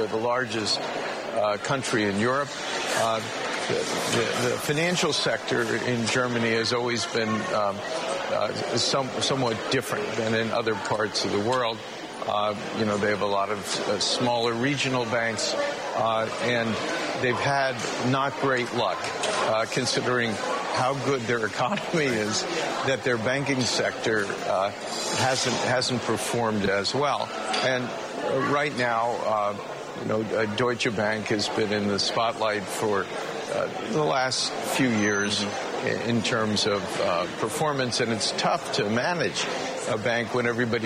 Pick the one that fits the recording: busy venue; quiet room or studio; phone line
busy venue